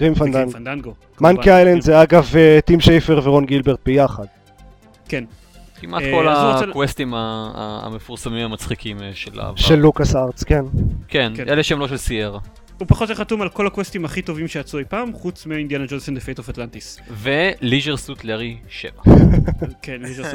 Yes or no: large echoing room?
no